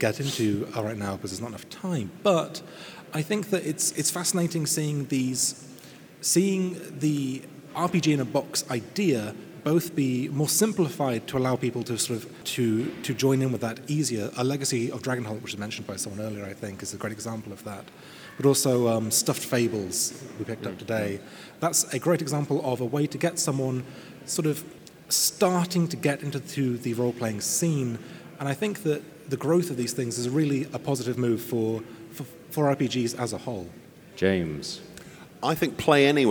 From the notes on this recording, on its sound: Live at Tabletop Gaming Live! Chat on-stage at this year's Tabletop Gaming Live convention.